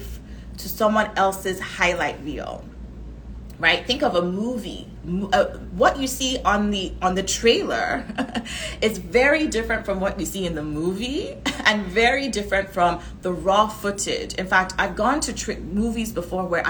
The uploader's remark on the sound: This episode is a recording of an Instagram live